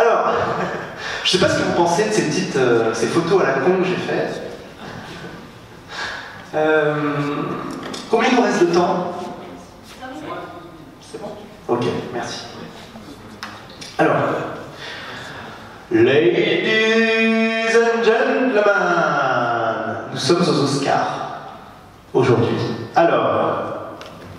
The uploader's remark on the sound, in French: cette conférence, donnée lors du WED, le Web entrepreneur Day à Paris